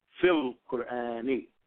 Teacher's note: we just liaison the two words together, and you hear fil as opposed to fi el Qur'ani.